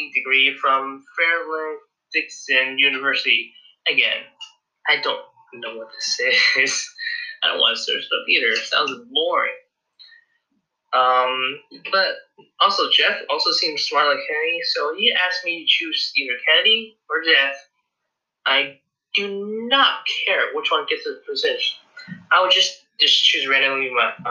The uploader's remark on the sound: the audio is horrible